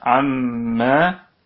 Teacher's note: عما الكلمة أيضا كلها مرققة، والميم في أعلى درجات الغنة وهي مفتوحة بعدها ألف حرف ممدود، الميم ممدودة بالألف.